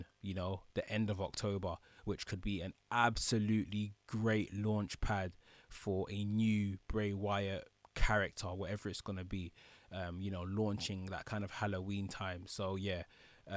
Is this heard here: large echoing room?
no